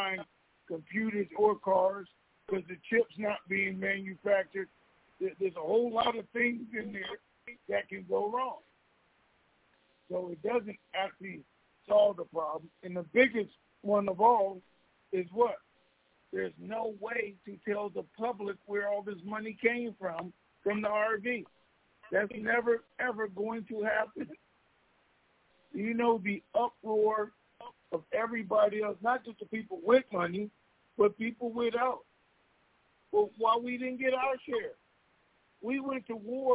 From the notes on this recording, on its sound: TNTSuperfantastic Conference Call